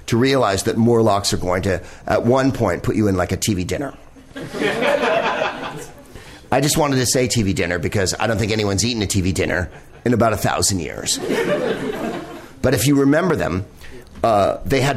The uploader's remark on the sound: Live from the NerdMelt Showroom in LA